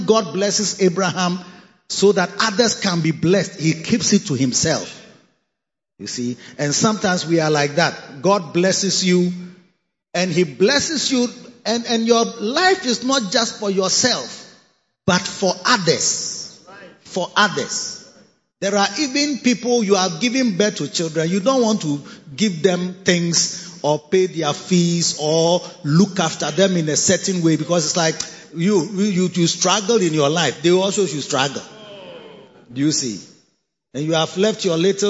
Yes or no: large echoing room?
yes